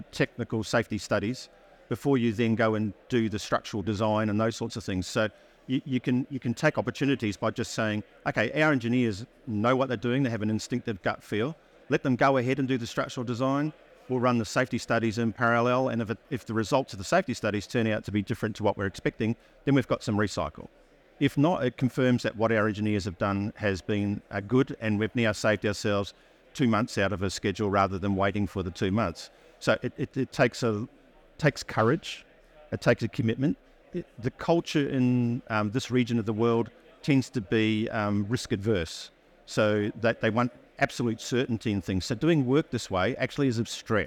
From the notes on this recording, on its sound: Recorded live at ADIPEC 2023